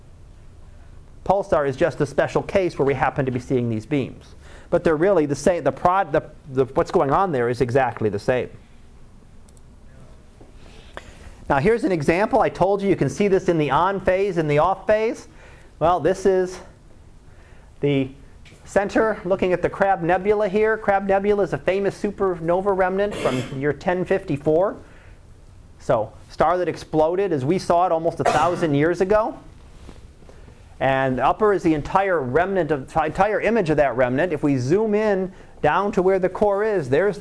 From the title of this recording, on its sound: Live Class Lecture